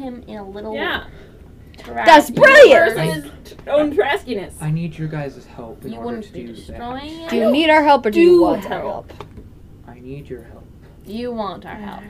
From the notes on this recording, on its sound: (Headphone Warning). Keep your headphones off, or very quiet, for this episode. Something happened to our recorders.